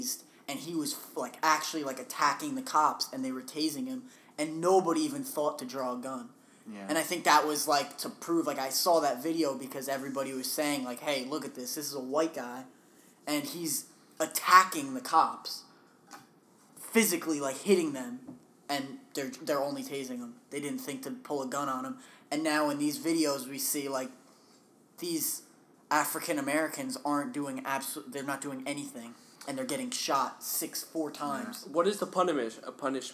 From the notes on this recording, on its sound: please be patient while we get enough funds to have more mics because I know its bugging the crap out of you